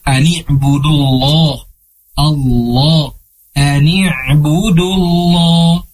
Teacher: Ni'budullah lafdul jalalah atau lafad Allah Subhanahu wa taala dalam Al-Qur'an itu ketika sebelumnya dhammah ataupun fathah harus dibaca tebal